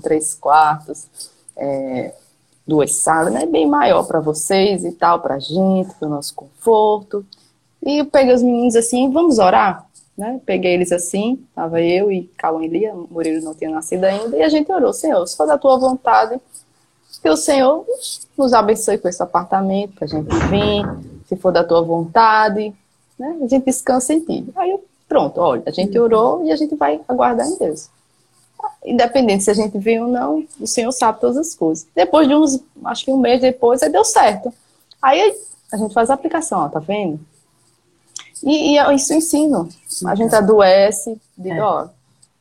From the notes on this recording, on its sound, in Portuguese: uma live no seu Instagram